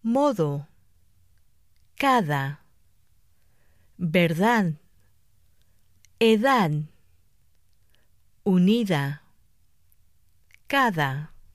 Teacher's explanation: In all other cases, the D is interdental. Place the tip of the tongue between the upper and lower teeth, like the weak English TH in that.